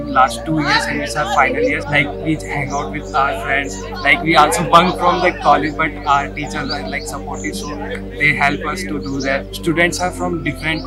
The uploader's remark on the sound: JBIT Farewell 2022 Celebration audio.